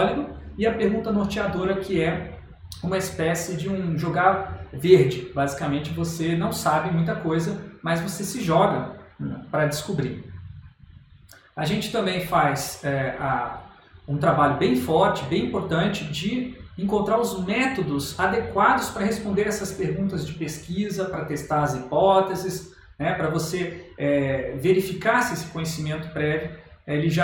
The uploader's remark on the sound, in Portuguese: Esta palestra foi gravada na Semana de Product Design organizada pela Online UX Team. Esta palestra foi gravada na Semana de Product Design organizada pela Online UX Team.